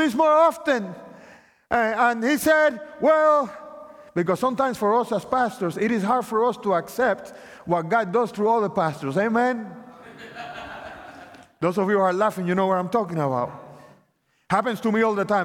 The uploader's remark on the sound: opening presentation of the 2023 Propel Conference